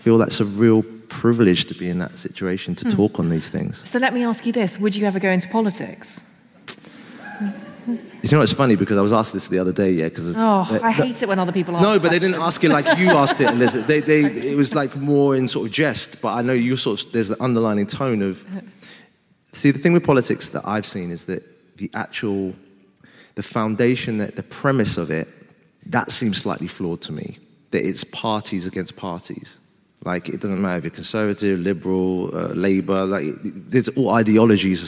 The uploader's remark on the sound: I'll be dropping the recordings of our How To Fail live shows, held at Shoredtich Town Hall earlier this year. With me and with the audience. During the Q&A. This episode was recorded live at Shoreditch Town Hall.